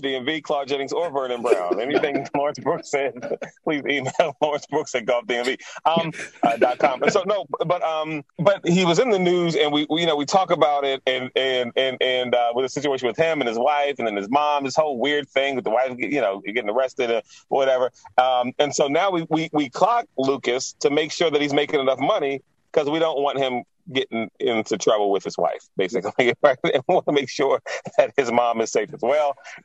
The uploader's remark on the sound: Recording from his car. Is frustrated with his equipment.